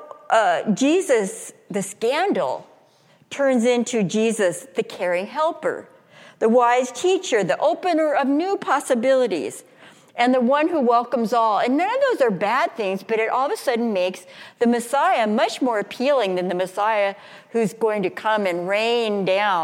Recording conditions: large echoing room